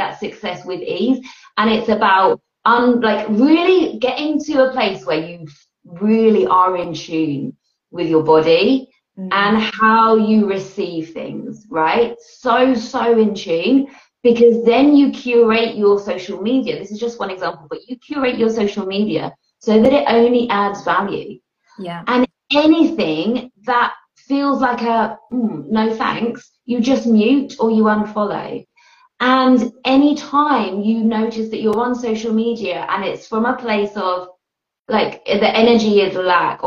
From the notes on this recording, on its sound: Welcome to the recording of this Instagram live